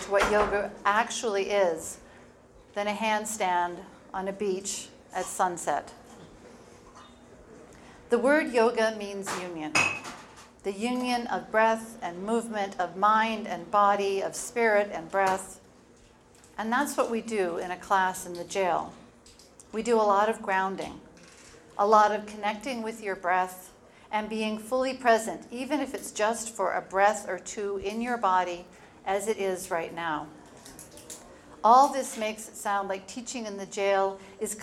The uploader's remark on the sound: The speech I gave at the Chicago Yoga for Recovery fundraiser at the Victoria Garden theater on Saturday night the noises that you’re going to hear in the background are actual bartenders and people having snacks and chatting.